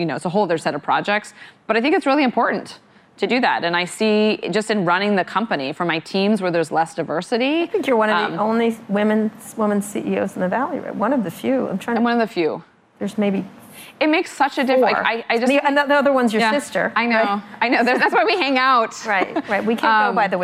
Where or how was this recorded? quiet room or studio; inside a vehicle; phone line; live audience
live audience